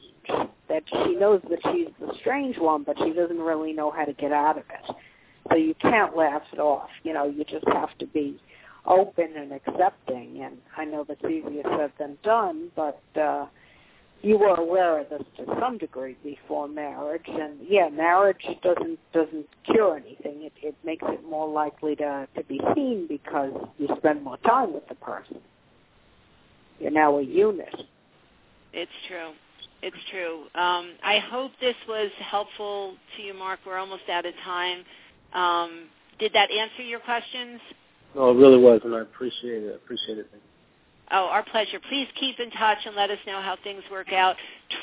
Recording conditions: phone line